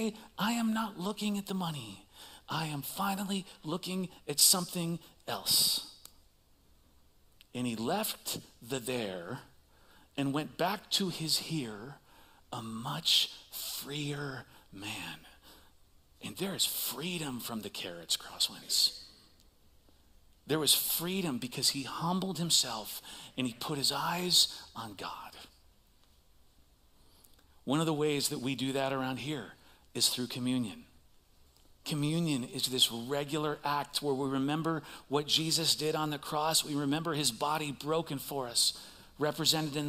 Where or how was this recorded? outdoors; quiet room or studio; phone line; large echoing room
large echoing room